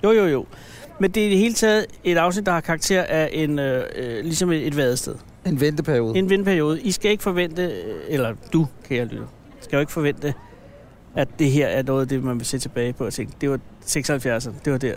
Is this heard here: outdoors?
yes